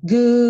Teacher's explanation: Esse D é uma consoante oclusiva, significa que ela corta esse som.